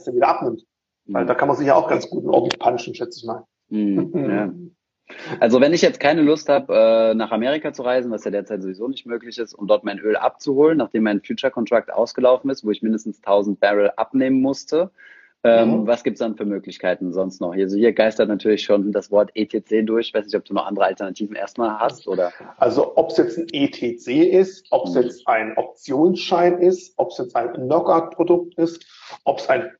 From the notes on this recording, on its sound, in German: Insta-Live.